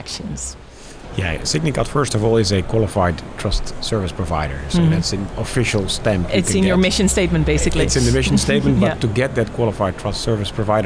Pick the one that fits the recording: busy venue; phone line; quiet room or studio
busy venue